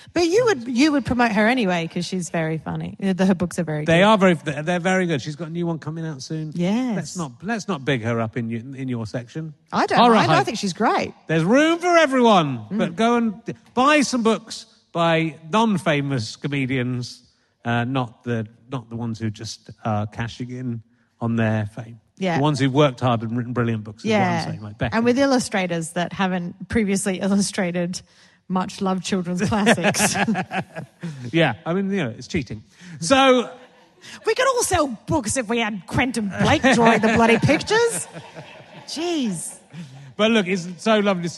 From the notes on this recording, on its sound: A rare live Book Club coming to you from Tunbridge Wells